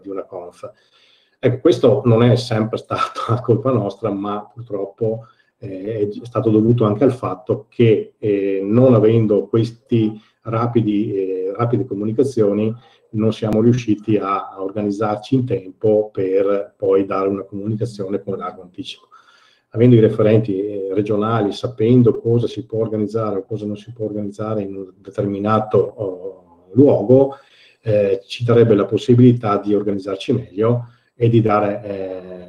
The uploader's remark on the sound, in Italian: Tenutosi online durante la LibreItalia Conference 2020.